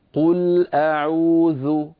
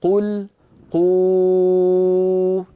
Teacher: لما أقول مثلا قل أعوذ، انظروا إلى الشفتين، قل أعوذ، صوت لو طولته لو مططته فسوف يتولد منه واو، قل قو، نعم تولد واو عربية فصيحة. · Term: ضمة